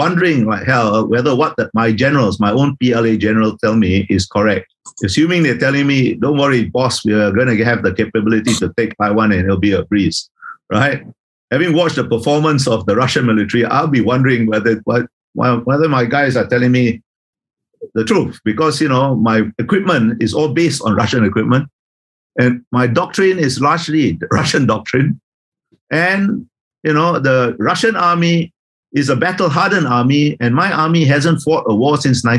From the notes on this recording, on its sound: This is a recording of one of our digital events.